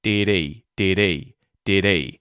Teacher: So, again, we get the T flap at the end of the word did and we're using H deletion and not saying the H, the H sound at the start of the word he.